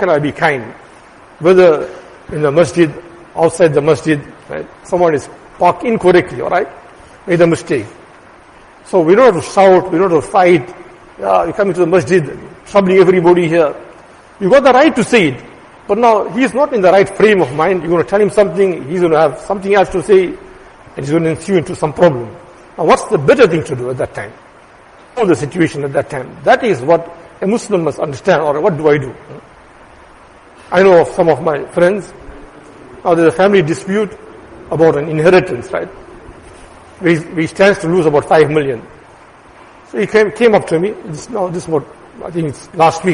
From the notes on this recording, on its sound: Jumuah lecture